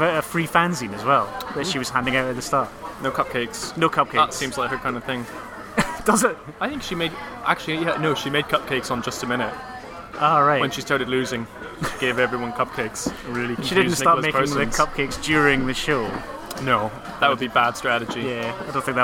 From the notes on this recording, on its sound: Special shows from the Edinburgh Festival Fringe! We struggle with background noise and a wobbly table on a wobbly floor.